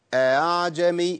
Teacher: واتفاق العلماء على أن التسهيل يكون بين، مش التسهيل بإبدالها بهاء